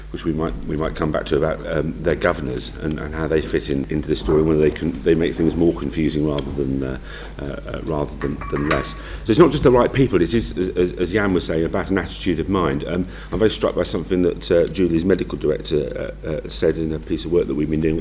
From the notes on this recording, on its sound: Recorded at the recent Nuffield health policy summit, this round table asks how to impliment the Francis reports recommendations.